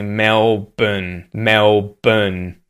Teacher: we would use the dark L quite often · We would use the schwa for the O-U-R-N-E part of the end of the word with N at the end